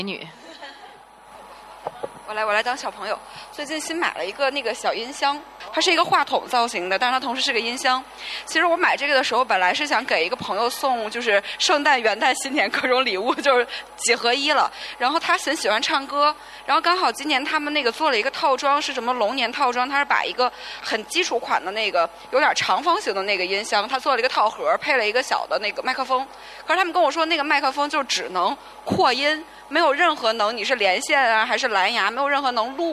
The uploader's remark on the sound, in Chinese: 本期播客为《记者下班》首场线下听友开放麦录制，与天津万象城联合制作。现场还意外遇到了几位之前参与过节目录制的嘉宾朋友。